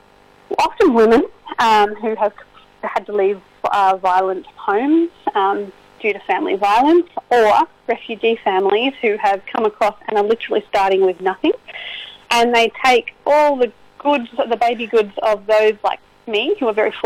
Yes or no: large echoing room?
no